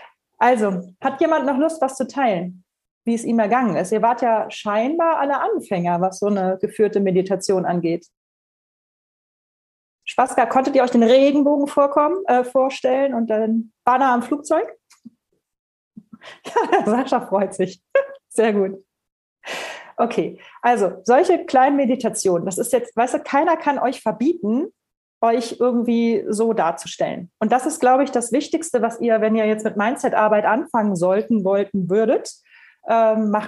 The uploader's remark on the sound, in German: Podcast zum interaktiven Live-Webinar